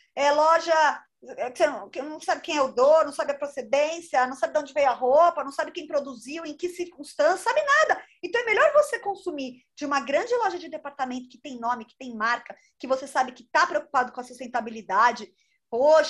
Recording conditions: video call